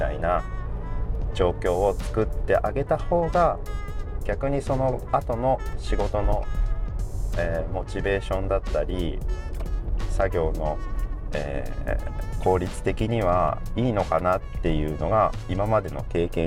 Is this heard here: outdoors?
yes